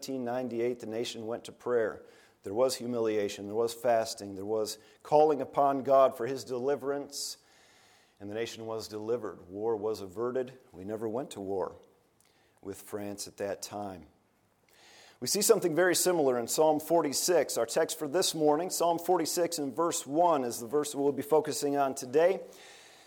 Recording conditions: large echoing room